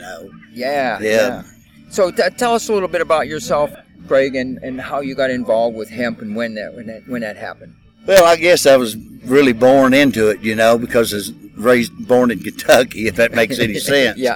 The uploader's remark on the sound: at the event at Hemp In The Holler in Livingston KY